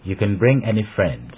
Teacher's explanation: Note that any is not given special stress. · Term: normal stress